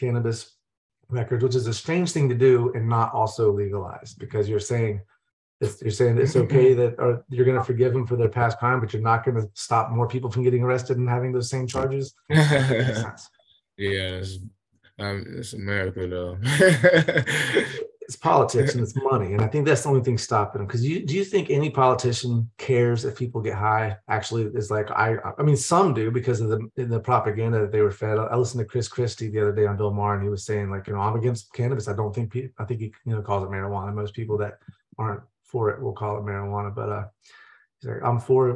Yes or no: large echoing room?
no